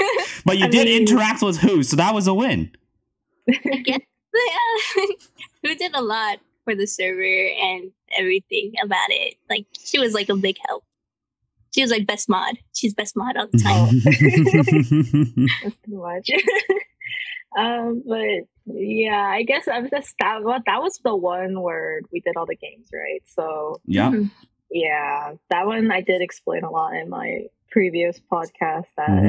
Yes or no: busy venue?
no